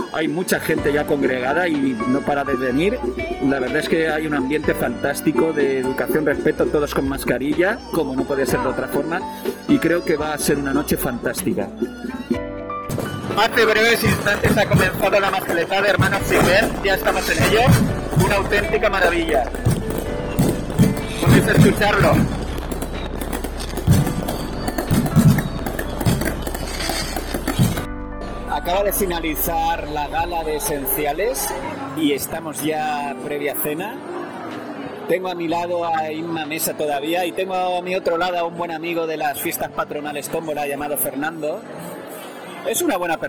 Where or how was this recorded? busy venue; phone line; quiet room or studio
busy venue